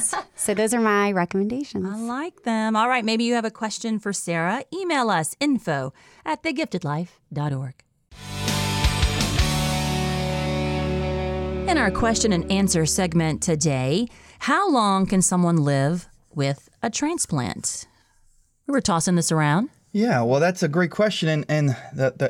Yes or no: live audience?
no